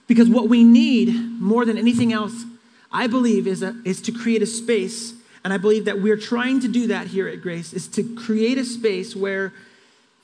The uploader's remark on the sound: Delivered on 2 September 2018 at Grace Church of La Verne